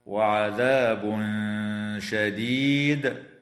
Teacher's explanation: ويخفى عند الشين مع الغنة مرققة